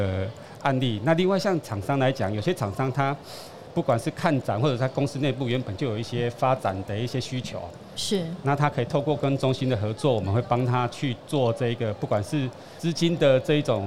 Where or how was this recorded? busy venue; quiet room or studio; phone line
busy venue